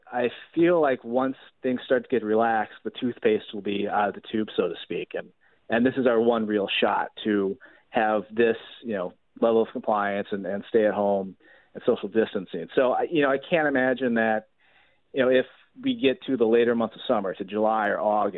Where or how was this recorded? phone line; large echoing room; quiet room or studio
phone line